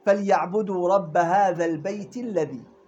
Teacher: ما أعطيت للياء حركتين أنا. لا أعطيت مقدار تحقق الياء. أخذت الياء حقه بس ما بقول حركتين. · Term: لينة